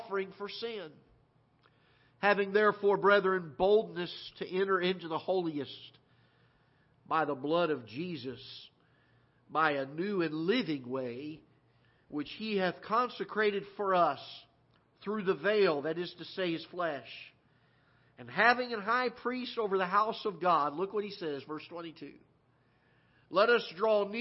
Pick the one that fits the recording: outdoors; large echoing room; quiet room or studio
large echoing room